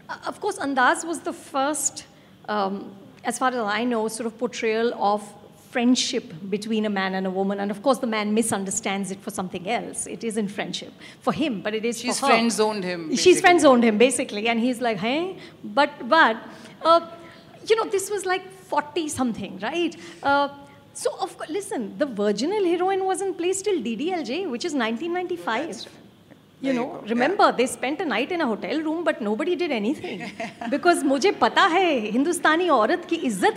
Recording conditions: live audience